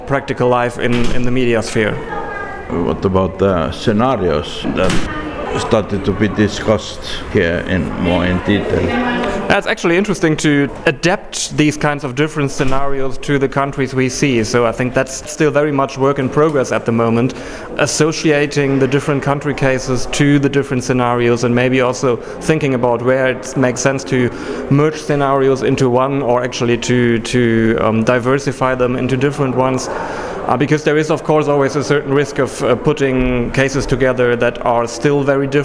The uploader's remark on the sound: Recorded at the consortium meeting in Bucharest, RO.